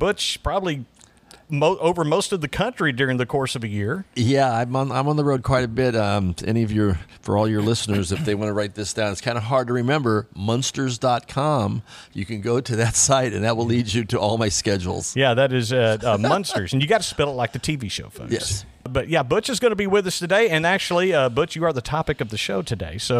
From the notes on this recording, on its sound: This episode was recorded at Flashback Pinball Arcade.